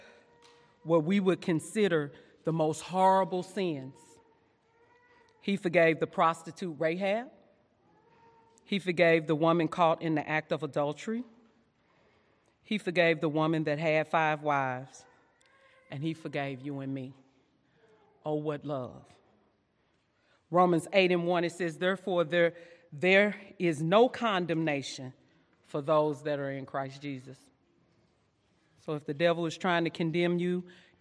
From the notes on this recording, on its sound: during session 2 at our 2022 Women's Conference